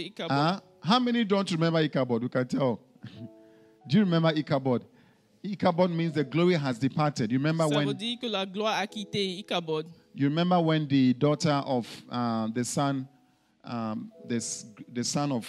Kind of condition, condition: setting, large echoing room